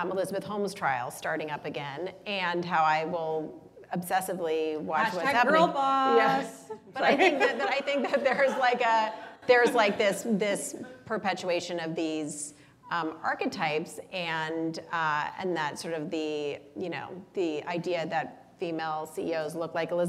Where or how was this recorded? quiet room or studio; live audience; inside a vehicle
live audience